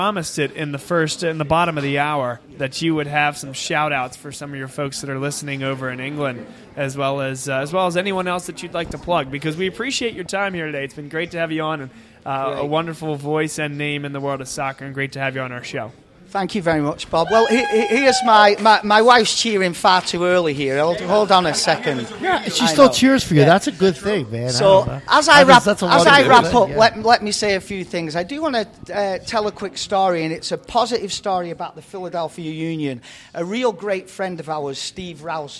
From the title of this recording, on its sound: Vuvu Soccer Show Live From Villa Capri